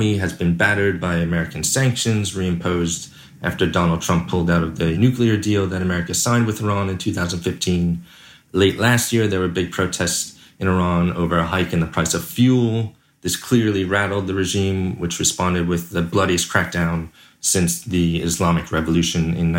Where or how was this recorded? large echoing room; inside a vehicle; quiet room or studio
quiet room or studio